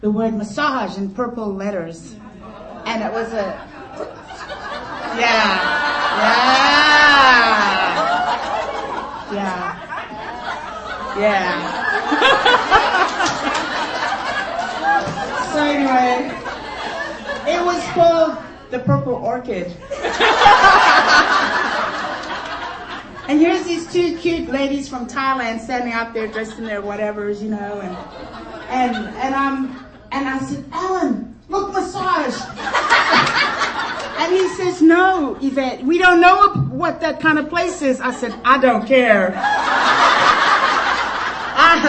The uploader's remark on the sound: During the FOCUS Conference Luncheon